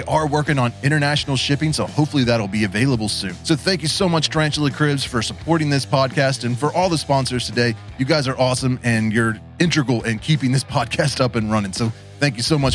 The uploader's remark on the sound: This podcast was recorded LIVE and streamed on my main channel while I was at the Tarantula Collective Meet Up at the Fear Not Tarantulas Grand Opening in Virginia Beach, VA.